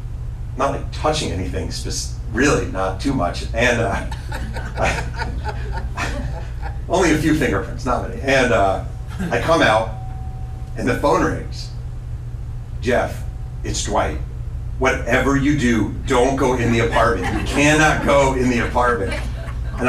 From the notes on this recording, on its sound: Giving a journalism talk at the Covington. Asked to speak to a group of senior citizens at the Covington in Southern California. The chat was recorded.